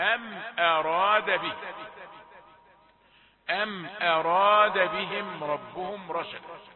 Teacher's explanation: الحرف الأول الهمزة مرققة ثم الراء مفخمة